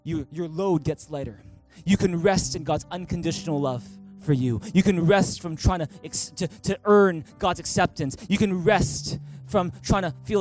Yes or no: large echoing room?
yes